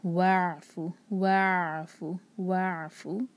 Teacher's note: یہاں پر عین کو عین پڑھیں، حمزہ نہیں، اور عین پر جھٹکا بھی نہیں ہونا چاہیے